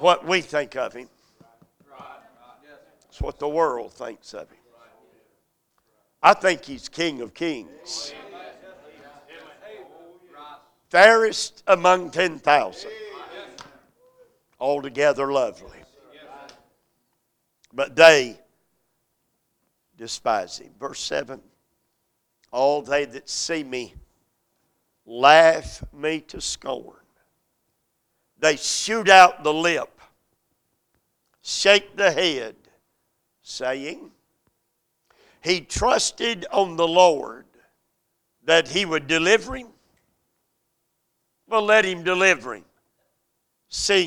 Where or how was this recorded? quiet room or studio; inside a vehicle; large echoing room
large echoing room